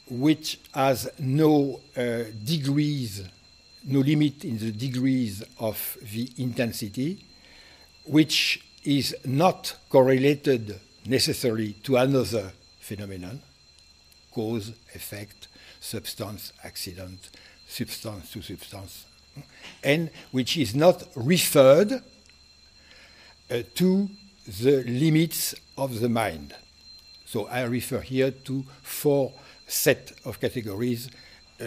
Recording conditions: large echoing room